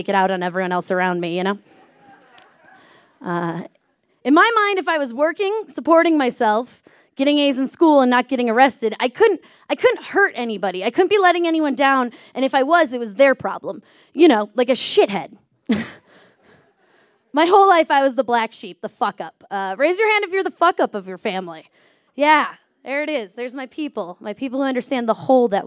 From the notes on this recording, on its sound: This story was recorded live on 18 January 2017 at Buntport Theater in Denver, Colorado.